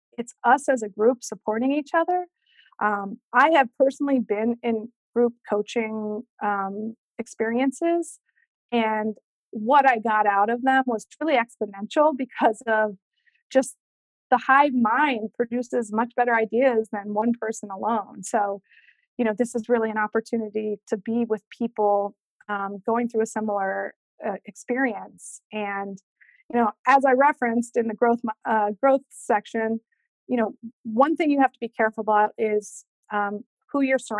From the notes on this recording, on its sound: Today’s episode is the audio from the webinar I hosted last week.